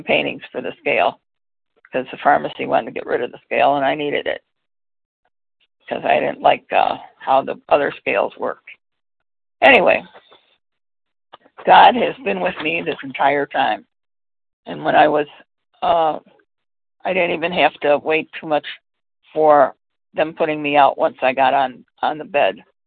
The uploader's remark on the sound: from the 100 Pounders Phone Meeting